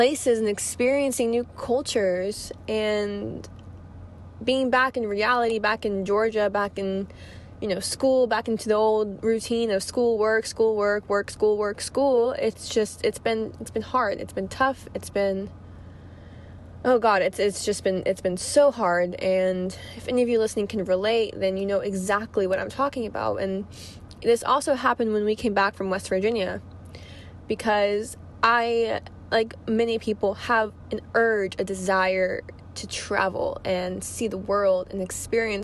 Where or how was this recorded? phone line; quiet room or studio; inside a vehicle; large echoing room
inside a vehicle